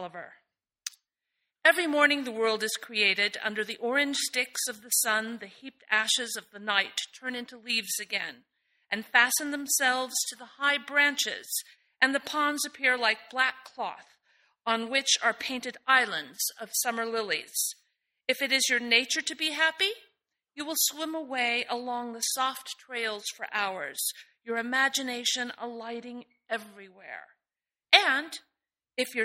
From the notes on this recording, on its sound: sermon delivered on August 4, 2013